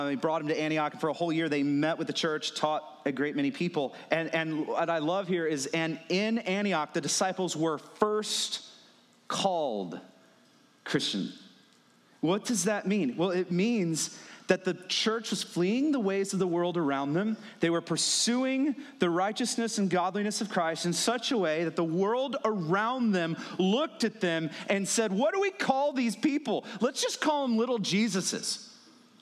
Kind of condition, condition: setting, large echoing room